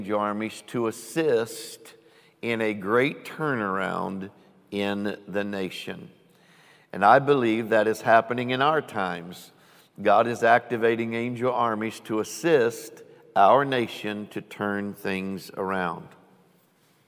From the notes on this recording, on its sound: Recorded live on 11/4/20.